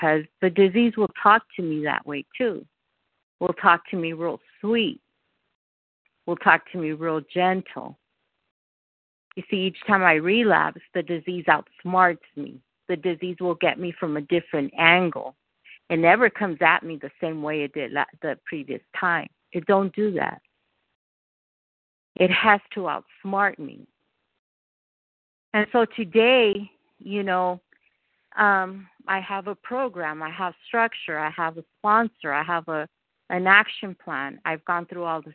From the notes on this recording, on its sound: from the 100 Pounders Phone Meeting